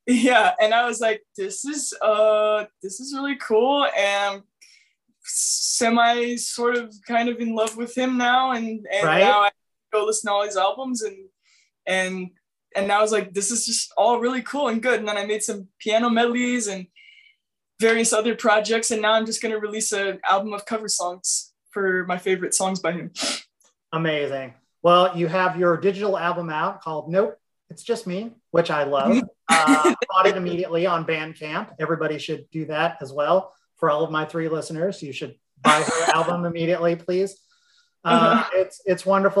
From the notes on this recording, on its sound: Recorded via Zoom.